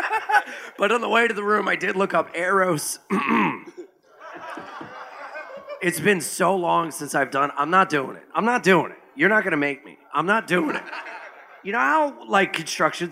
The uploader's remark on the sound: LIVE from Skankfest Vegas 2023